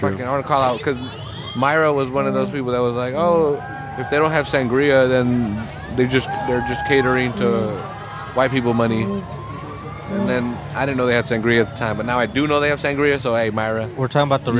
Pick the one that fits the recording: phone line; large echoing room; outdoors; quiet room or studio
outdoors